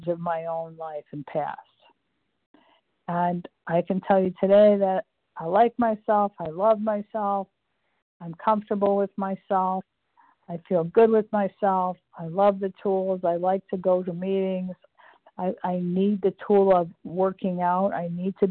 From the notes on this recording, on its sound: the 100 Pounders Phone Meeting, 2/1/24